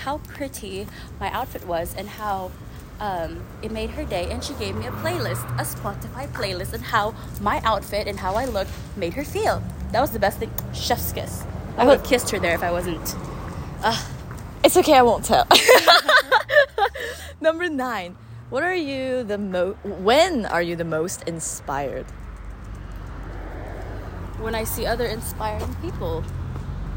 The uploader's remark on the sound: Don't mind the ambient noise, here's another smol adventure thru the mic on my iPhone